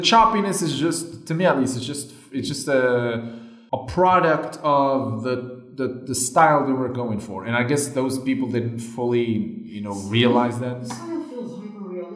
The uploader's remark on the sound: We do kind of apologize for the sound quality, we are trying our best on a zero budget.